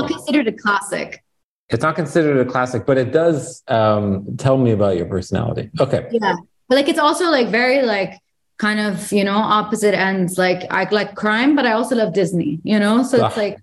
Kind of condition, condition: link, video call